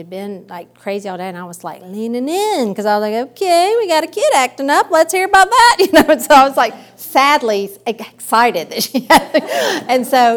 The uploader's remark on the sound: recorded at a women's ministry study earlier this summer